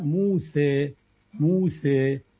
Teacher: وفي ناس بتفتح وناس بتقلل وناس بتميل، يعني ايه موسى بالفتح، وفي حاجة اسمها الإمالة الصغرى او التقليل، يعني بنميل الفتحة ناحية الكسرة 30% بس بنقللها، فتبقى موسى موسى.